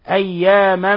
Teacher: إلا أياما معدودة، هنا إضغاء تنوين فتح جاء بعده الميم، والميم من حروف ينمو من حروف الإضغام بغنة، إذن أضغمنا التنوين في الميم. أياما، ولاحظوا إطباق الشفتين والغنة من الخشوم. وقالوا لن تمسنا النار إلا أياما معدودة، ولما نقف على التاء المربوطة نقف عليها بالهاء معدودة، ولا نقول معدودة معدودة، وإنما نقول معدودة.